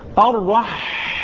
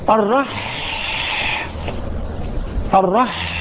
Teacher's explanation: الصوت اللي في الحاء ده يسمى بحة